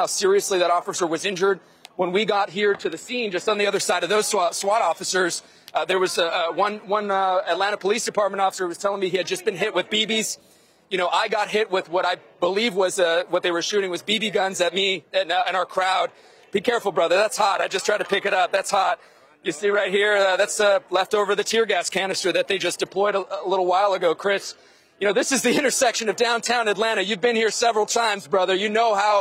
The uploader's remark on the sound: Live Coverage: Protests in Atlanta and Minneapolis. Live coverage of protests at the CNN Center in Atlanta and in Minneapolis as their city-wide curfew begins.